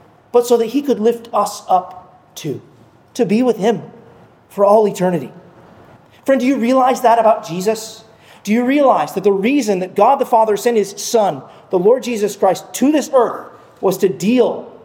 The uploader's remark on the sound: at Arlington Baptist Church in Arlington, Virginia